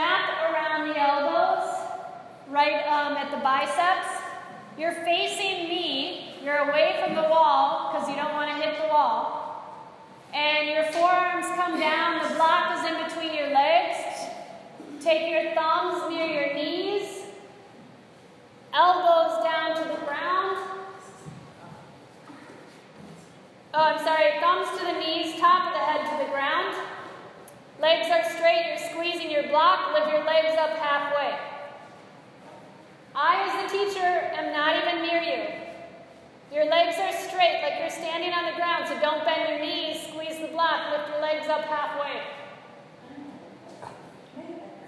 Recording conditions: live audience